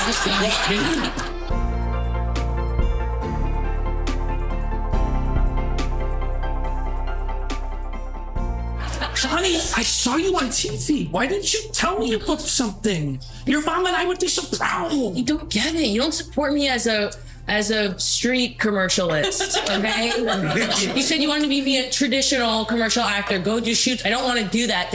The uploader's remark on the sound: LIVE FROM THE WCT. I think I found the right settings to record.